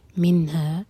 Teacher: نون ساکن پر جھٹکا نہ ہو، اظہار کرنا ہے